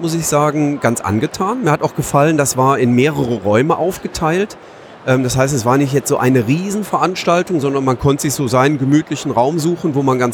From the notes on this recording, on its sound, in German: Live am Donnerstag von der Spiel 2019.